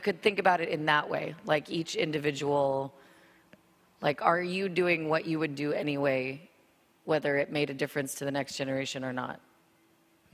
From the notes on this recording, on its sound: This podcast was recorded at the Jivamukti Yoga studio in Jersey City, NJ